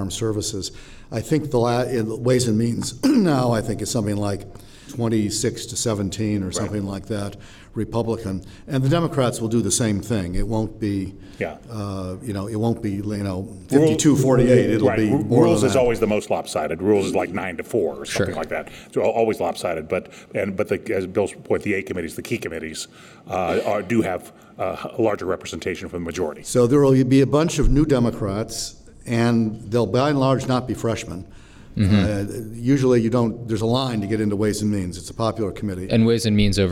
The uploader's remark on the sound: Record in front of a live audience of members of the World Affairs Councils of America.